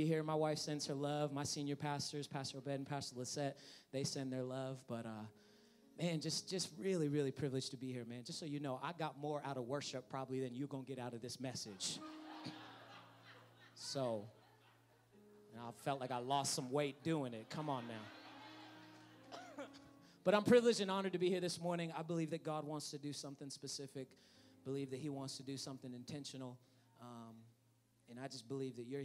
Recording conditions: large echoing room